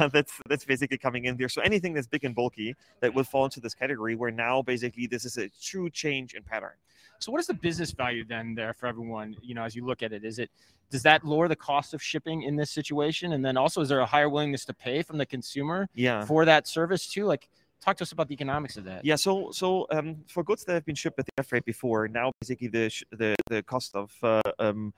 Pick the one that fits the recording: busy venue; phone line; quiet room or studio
busy venue